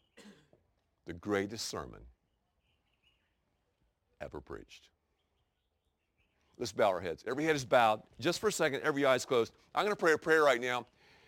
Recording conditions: outdoors